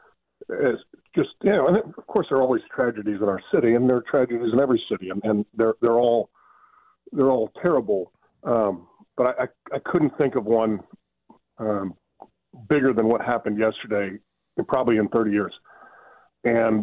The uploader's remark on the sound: Taking fans phone calls